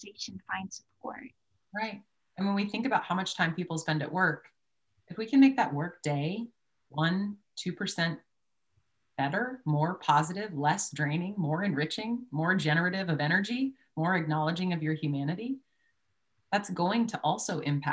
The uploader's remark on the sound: Mindset webinar recording.